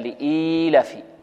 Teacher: بل لابد من مد الكسرة التي على الهمزة وإشباعها حتى يتولد منها ياء · Term: ياء مدية